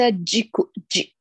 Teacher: هذا الصوت التفشي الذي أتى في الجيم، خلل فيه. أيوة، قرأيها بدون تفشي ولا همس.